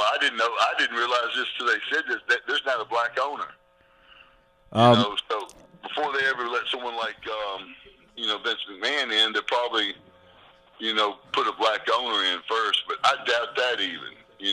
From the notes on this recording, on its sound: Phone Call - Bonus Content.